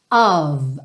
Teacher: Lembra sempre que OF, a gente vai pensar nele como um OV, embora esse O não seja um O totalmente definido